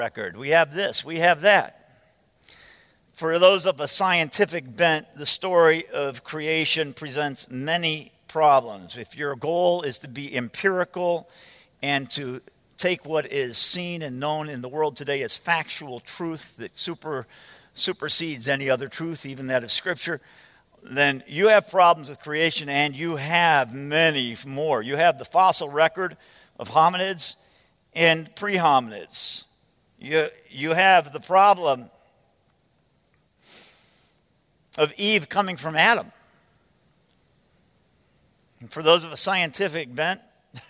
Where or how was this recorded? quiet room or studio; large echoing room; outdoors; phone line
large echoing room